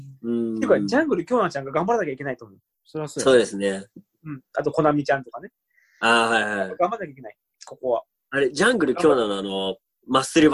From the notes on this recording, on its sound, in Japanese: ZOOMにてコラボ収録をお送りします